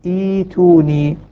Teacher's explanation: لأن ثالث الفعل مكسور نعم إيتي صحيح وهمزة الوصل في الأفعال يبدأ بها بحسب ثالث الفعل إن كان ثالث الفعل مفتوحا أو مكسورا كسرت وإن كان ثالث الفعل مضموما ضمت نعم فثالث الفعل هنا مكسورا كسرت التقى همزتان الأولى مكسورة والثانية ساكنة تبدل الهمزة الساكنة حرف مد من جنس ما قبلها